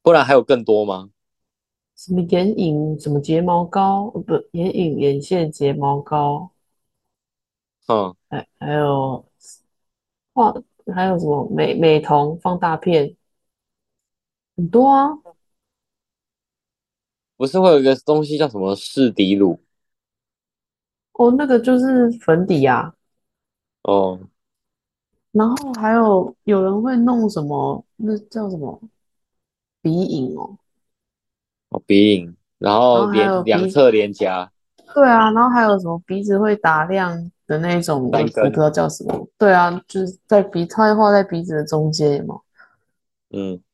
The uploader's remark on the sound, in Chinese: 第一次遠端錄音